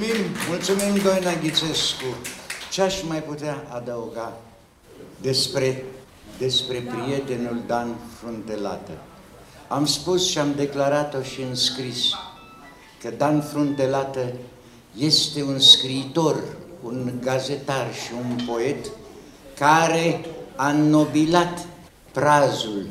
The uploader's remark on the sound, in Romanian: În perioada 19-22 octombrie 2022, la Galeria Artelor a Cercului Militar Naţional, a avut loc cea de-a XVI-a ediţie a Salonului de carte „Polemos” – istorie, ştiinţe politice, securitate şi apărare, eveniment prin care Editura Militară marchează an de an Ziua Armatei României. Înregistrare de la închiderea Salonului de carte POLEMOS ediția 20 22.